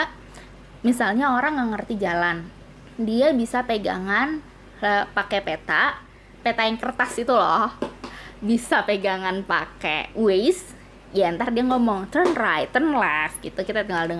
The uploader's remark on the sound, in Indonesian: Sorry yaa kalo banyak suara anak-anak, rekaman nya di rumah.